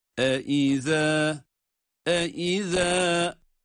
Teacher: Zal harfi de bildiğimiz gibi peltek ve ince okunan bir harf.